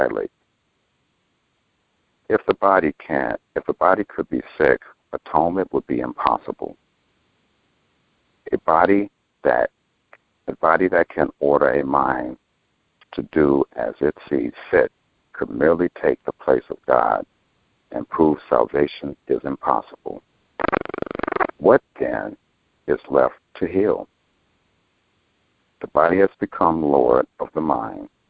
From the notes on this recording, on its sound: ACIM Daily Conference Call.